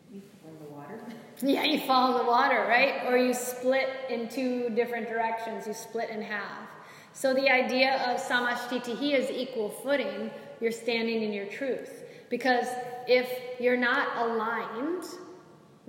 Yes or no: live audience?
yes